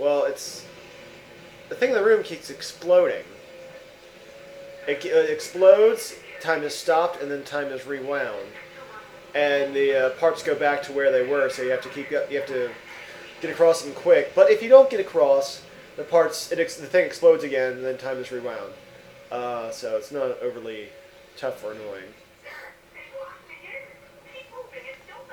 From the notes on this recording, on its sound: We had a great podcast lined up for you, but I botched the recording.